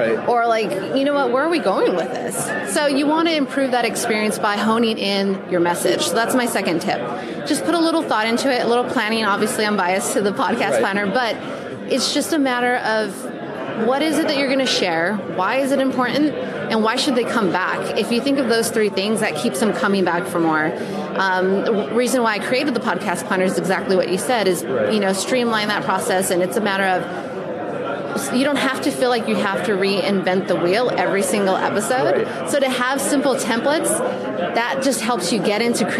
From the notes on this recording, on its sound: Recorded live at VidSummit 2018 in Los Angeles.